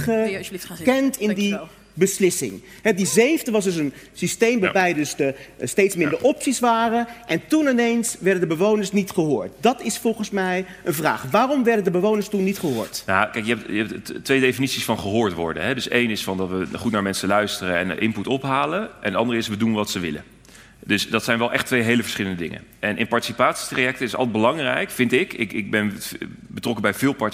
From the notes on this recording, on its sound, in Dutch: Woedend publiek loopt weg tijdens onstuimige ROPOPO live. Die live wordt opgenomen in Arminius.